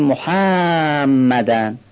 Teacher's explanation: برای عظمت دادن به نام شریف پیامبر اکرم این فتحه ح رو بی خودی میکشیم، یعنی محمدن رو میگیم محمدن.